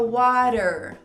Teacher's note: E no inglês norte-americano já vira aquele R, então fica water. · Term: flap T